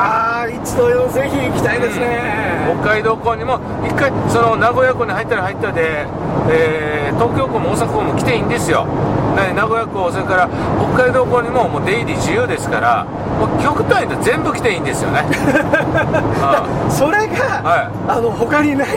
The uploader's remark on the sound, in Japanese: 福井県へ向かう車の中でドライビング対談収録をいたしました。